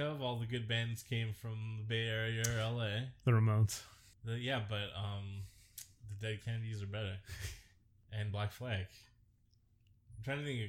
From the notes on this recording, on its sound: AUDIO WARNING: THIS ONE SOUNDS BAD